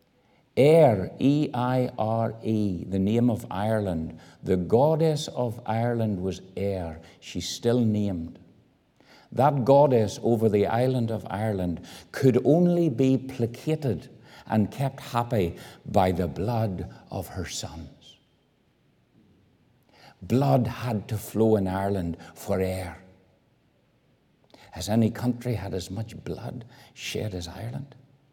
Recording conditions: large echoing room